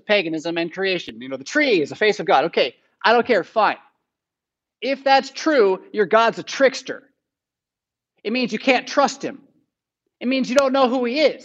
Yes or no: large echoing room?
yes